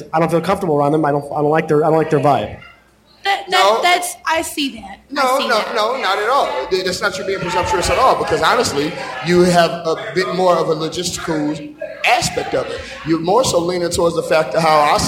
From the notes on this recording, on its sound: In the larger than usual live audience